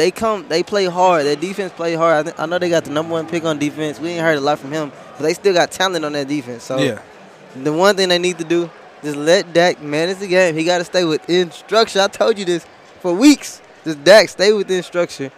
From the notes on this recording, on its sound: Live From American Airlines. Live from the American Airlines Center.